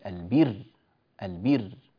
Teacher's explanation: البر نرقق الراء. ليه؟ لأنها سكنت وقبلها مكسور